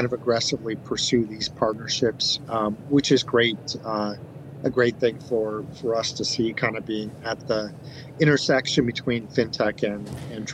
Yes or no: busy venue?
yes